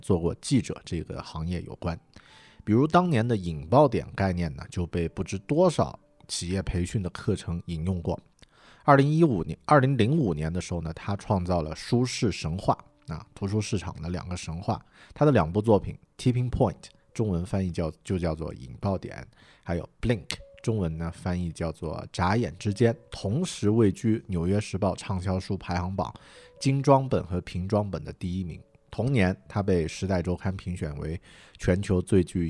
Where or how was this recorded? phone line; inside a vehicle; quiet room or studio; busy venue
quiet room or studio